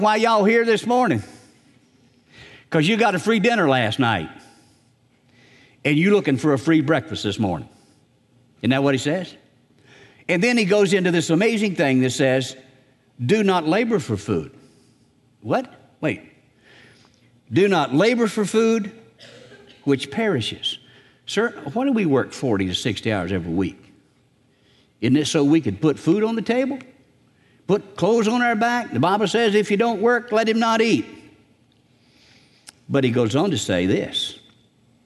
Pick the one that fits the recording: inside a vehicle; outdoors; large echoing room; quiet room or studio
large echoing room